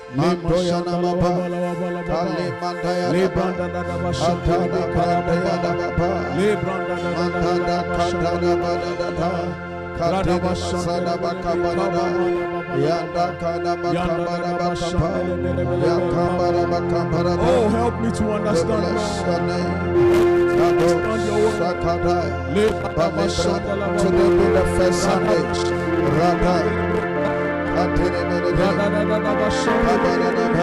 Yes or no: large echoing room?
yes